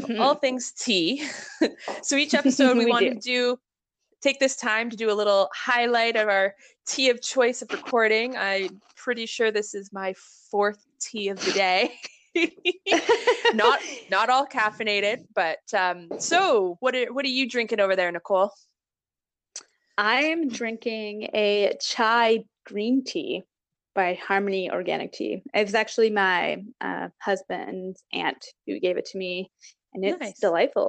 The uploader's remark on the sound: Please note we are currently practicing physical distancing due to the Coronavirus and we are recording the the MTP remotely.